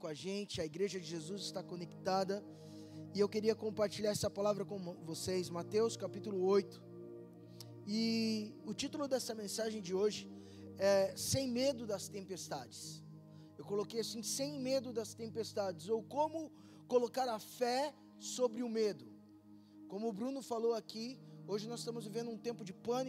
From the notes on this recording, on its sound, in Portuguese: LIVE DO CULTO ADORAÇÃO E VIDA SEDE.